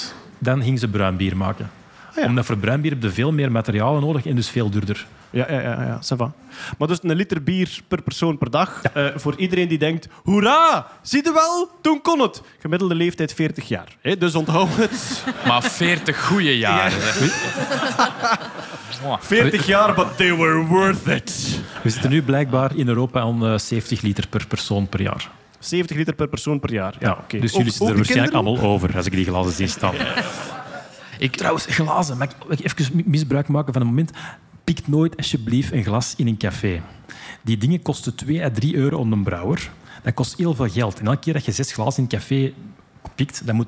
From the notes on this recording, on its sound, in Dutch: Live bij St. Bernardus. Een live Nerdland special opgenomen in de brouwerij van St.